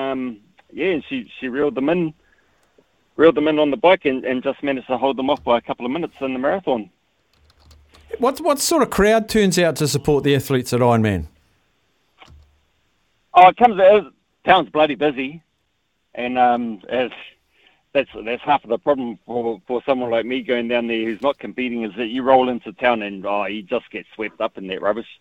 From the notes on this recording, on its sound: Listeners call